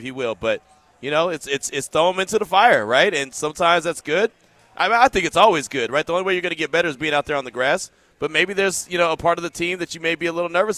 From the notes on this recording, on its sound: LIVE AT BUFFALO WILD WINGS.